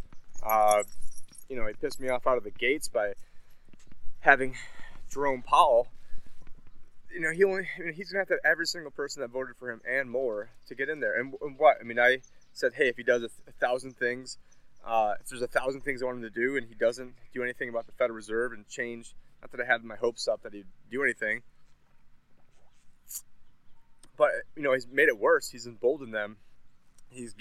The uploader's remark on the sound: In this Walk and Talk